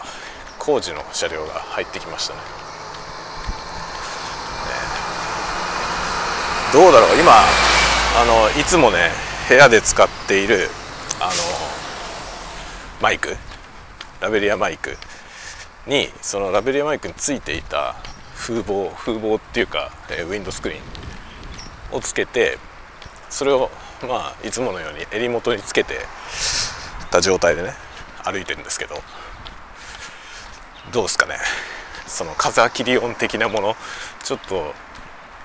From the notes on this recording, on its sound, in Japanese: 外を歩きながら雑談。ポストに郵便を出しに行きながらしゃべってみる回。マイクの風切り音テストを兼ねて。